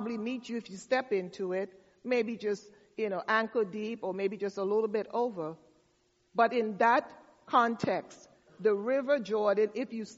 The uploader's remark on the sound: delivered the message for our All Saints Service